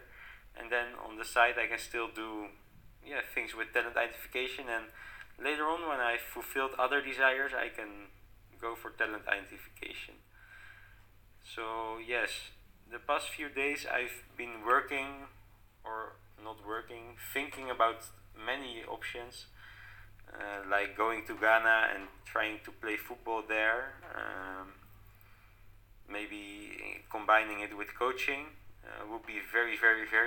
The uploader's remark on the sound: Bad quality of voice due to technical problems. I think you can even hear it during the episode.